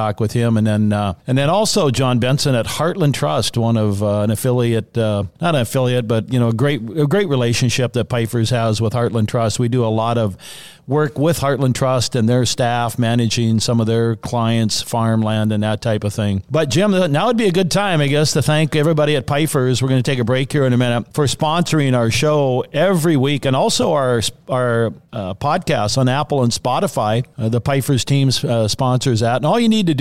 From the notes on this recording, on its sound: Farmland Market Updates, Live From the Arizona Land Seminars.